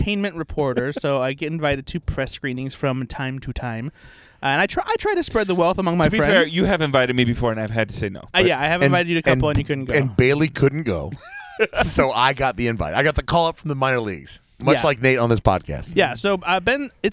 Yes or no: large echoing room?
no